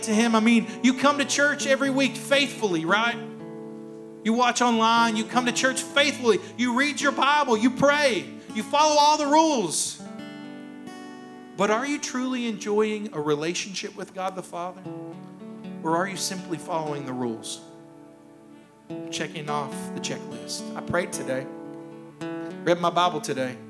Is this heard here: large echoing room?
yes